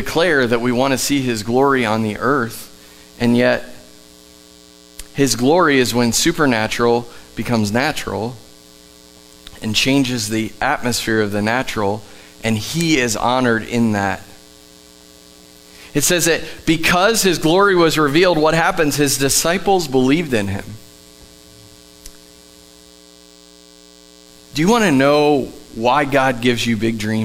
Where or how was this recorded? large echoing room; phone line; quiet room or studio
large echoing room